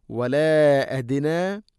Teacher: മദ്ദ് മുൻഫസിൽ, നാലോ അഞ്ചോ ഹർക്കത്ത് വരെ നീട്ടാം